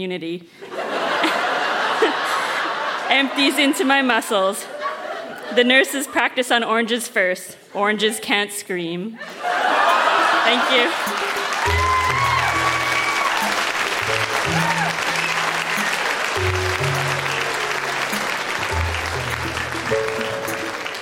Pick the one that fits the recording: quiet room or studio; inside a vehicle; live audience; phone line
live audience